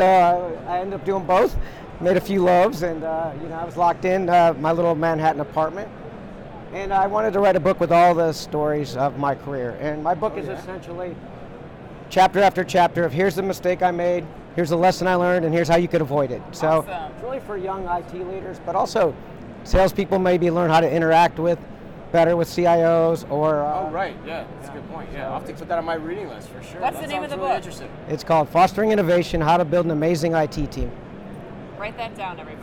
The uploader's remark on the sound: LIVE FROM #NRF2024